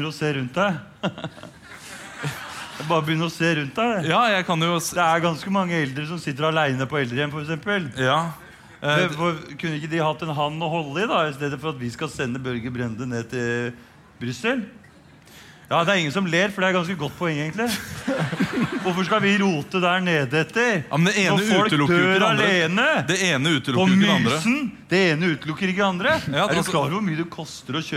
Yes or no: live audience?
yes